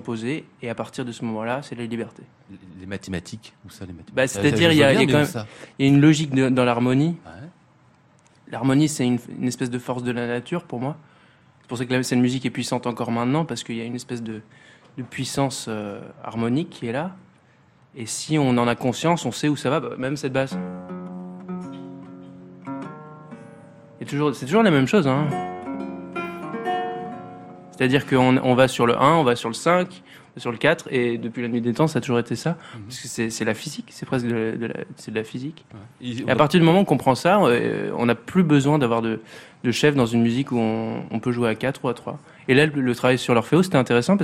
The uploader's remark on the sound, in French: C'est en direct et en public depuis le bar de l'hôtel Bedford à Paris.